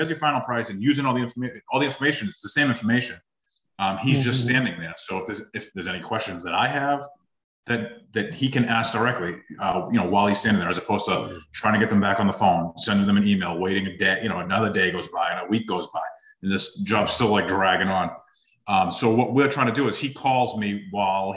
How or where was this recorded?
video call